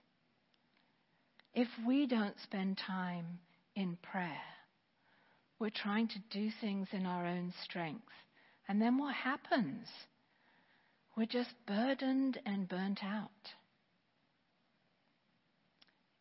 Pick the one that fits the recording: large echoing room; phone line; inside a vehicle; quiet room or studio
large echoing room